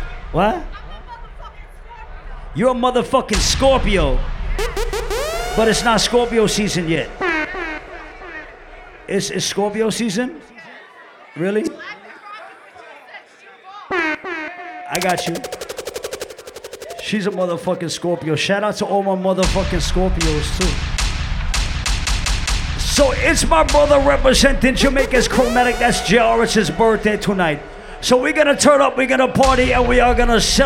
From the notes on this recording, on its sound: Live Audio recording from Island Saturdays on Oct 14th.